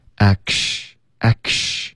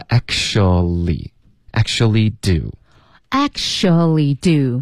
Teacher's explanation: 这个 t 其实会省略，然后 k 直接连到 shactually，有点像你说 action 的发音，他发 actually。Actually do.